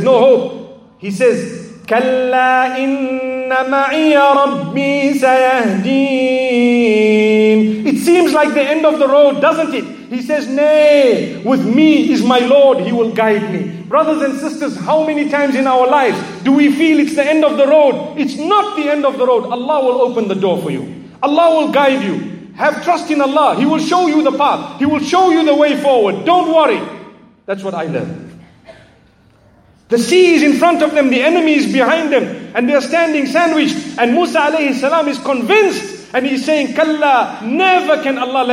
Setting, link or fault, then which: setting, large echoing room